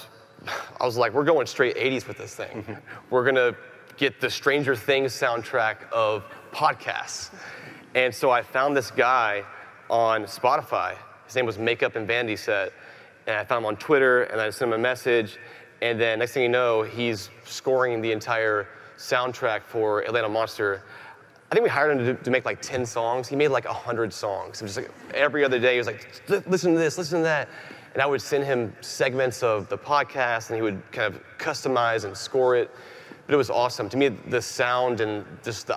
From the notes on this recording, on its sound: Live from CrimeCon 2018